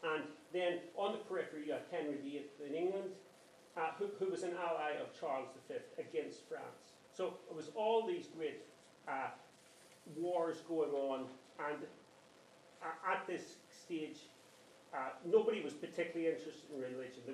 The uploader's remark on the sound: A History Ireland Hedge School recorded at at Belfast Fest. Of Ideas & Politics, Conor Hall, Belfast Campus, Ulster University, York Street.